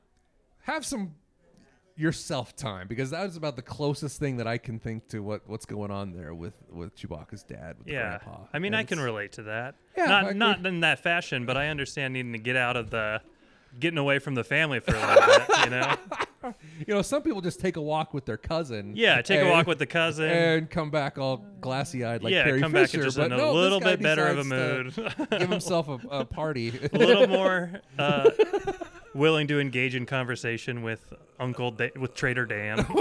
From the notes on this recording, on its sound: live from KramusCon in Boise, ID.